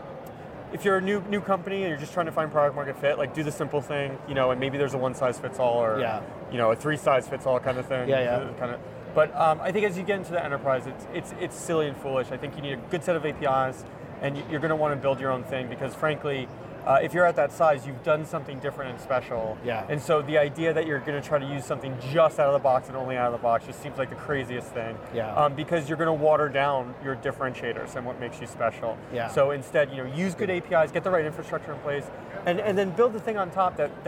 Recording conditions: busy venue